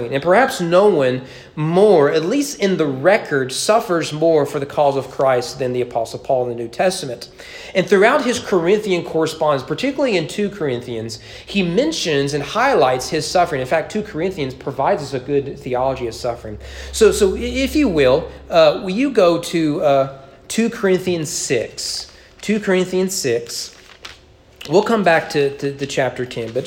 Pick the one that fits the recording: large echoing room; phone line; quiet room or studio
large echoing room